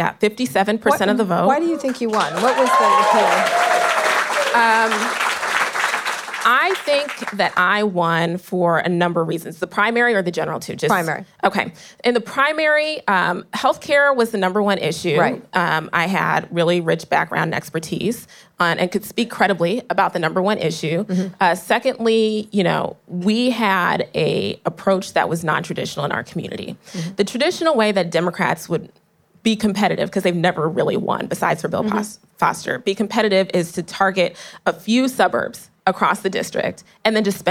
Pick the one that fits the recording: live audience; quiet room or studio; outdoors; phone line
live audience